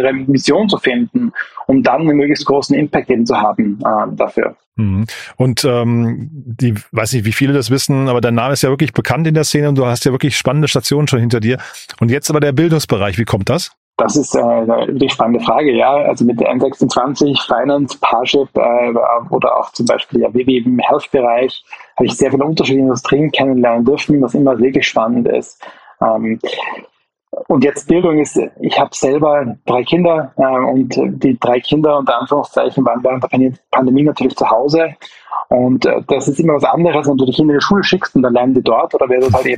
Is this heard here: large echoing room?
no